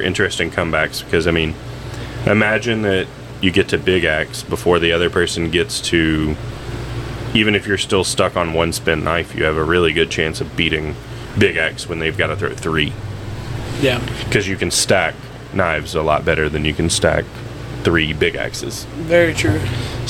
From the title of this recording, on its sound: Reporting Live from the RV